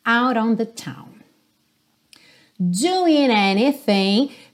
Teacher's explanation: o g não vai aparecer e o próprio n é que vai fazer a ligação com a palavra seguinte